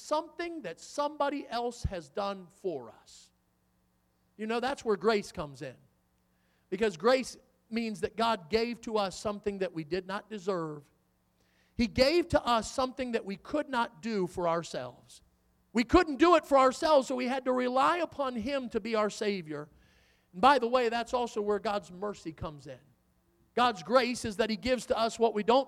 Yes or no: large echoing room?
yes